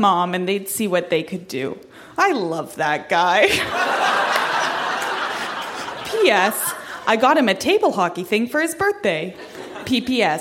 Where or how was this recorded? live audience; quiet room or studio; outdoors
live audience